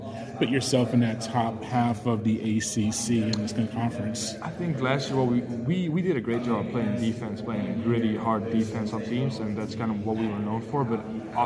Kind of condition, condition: setting, busy venue